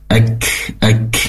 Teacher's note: pastikan kafnya di sempurnakan ya, sifat hamasnya mengalirnya nafas ek ek, nah, seperti itu.